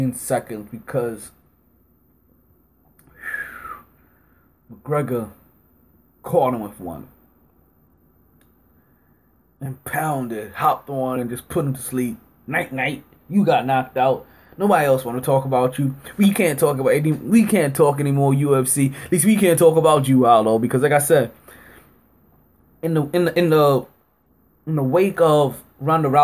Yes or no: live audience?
no